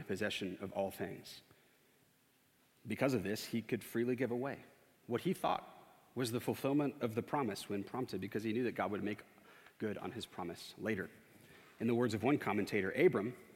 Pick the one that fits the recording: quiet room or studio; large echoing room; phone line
large echoing room